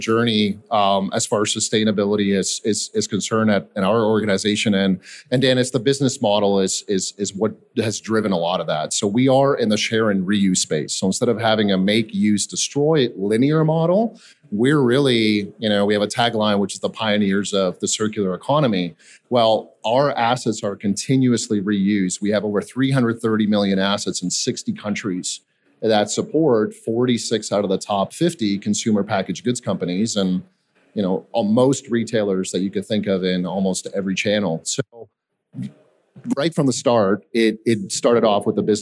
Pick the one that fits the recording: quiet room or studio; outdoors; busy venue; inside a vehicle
busy venue